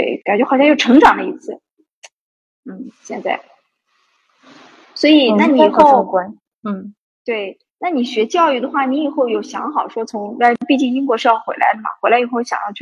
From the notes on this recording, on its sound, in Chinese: 采访了远在英国的一位“传奇”女子，所以环境里会有点杂音和回声。